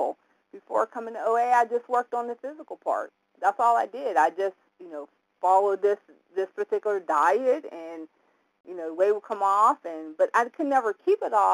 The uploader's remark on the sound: 100 Pounders Phone Meeting